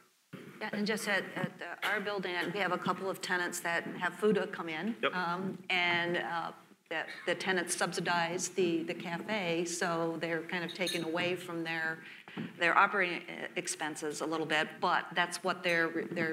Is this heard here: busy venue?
yes